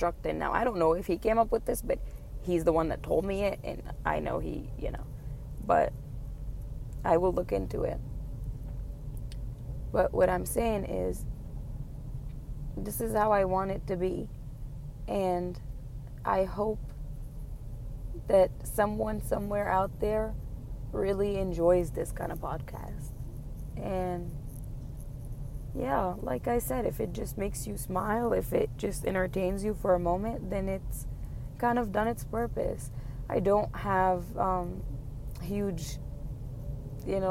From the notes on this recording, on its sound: This was recorded in a car.